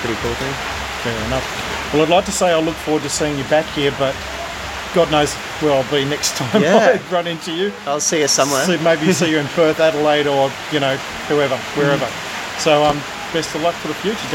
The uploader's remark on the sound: outside the Lucky Bat Cafe, Nightcliff, Darwin, Australia